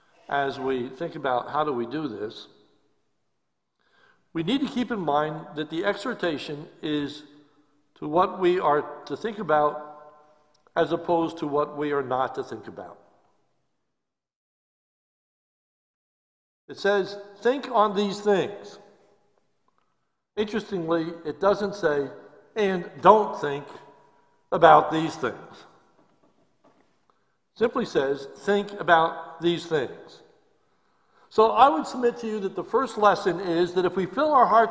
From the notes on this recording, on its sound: This is a sermon recorded live at Lebanon Bible Fellowship Church in Lebanon, PA on 12/13/2020 during the evening service.